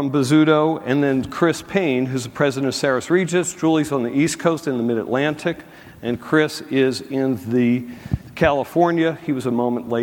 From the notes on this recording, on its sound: a panel discussion from the 2019 National Multifamily Housing Council Meeting